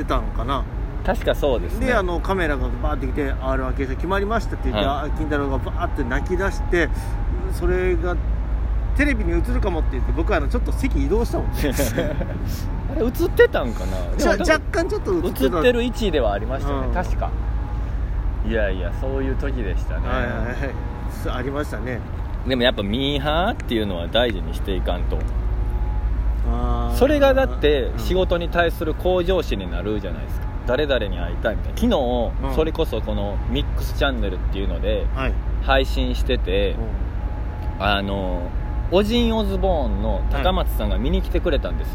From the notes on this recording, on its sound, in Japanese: 外で録音してるので風の音など入ってる場合があります。公園収録。